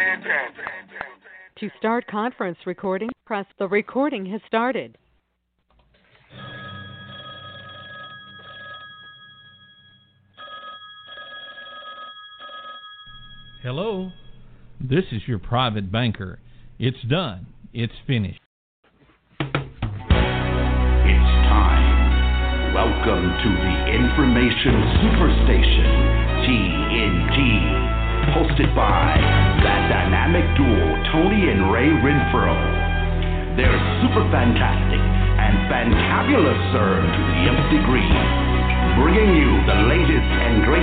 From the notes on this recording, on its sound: TNTSuperfantastic Conference Call.